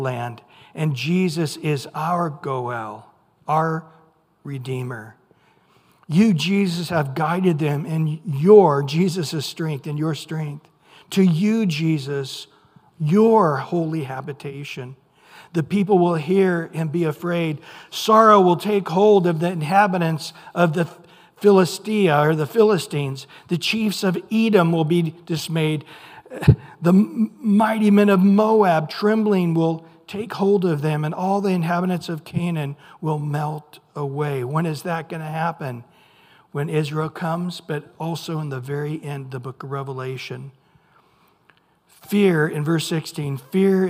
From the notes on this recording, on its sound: Recorded at Calvary Chapel of Los Alamitos on July 26 2023 on Wednesday evening sermon.